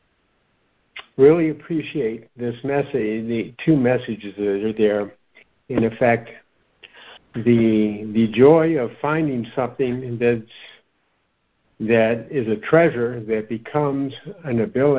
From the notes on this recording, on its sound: joining together on a Free Conference Call